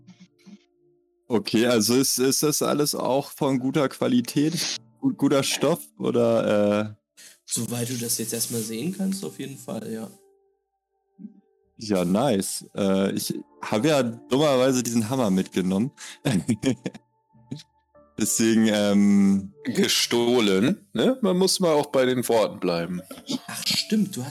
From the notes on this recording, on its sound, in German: mit leichten Audio-Issues